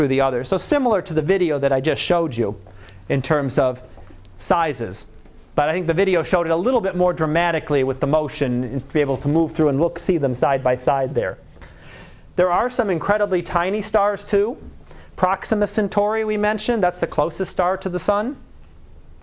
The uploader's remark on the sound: Live Class Lecture